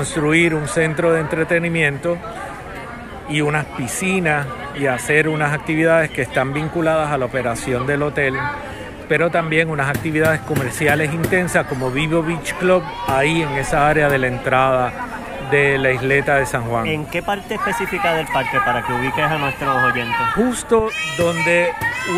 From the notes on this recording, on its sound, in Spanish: llegó a la Plaza de Armas, donde conversó